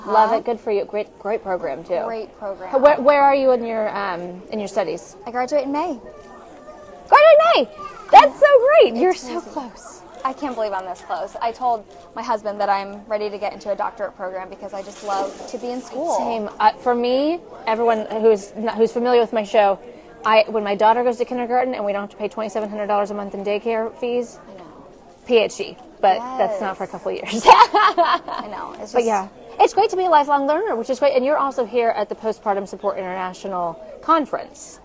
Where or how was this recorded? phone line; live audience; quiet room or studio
live audience